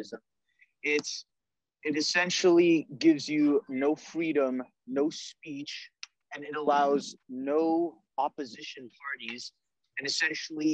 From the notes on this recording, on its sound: This podcast was recorded on Zoom for the safety of the host and guests. Patience from listeners regarding technical difficulties is appreciated.